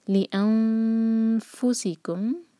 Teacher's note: جب ہم اخفا کریں تو فا کے لیے زبان تیار کریں گے، اوپر کے دانت ہونٹوں کے قریب آئیں گے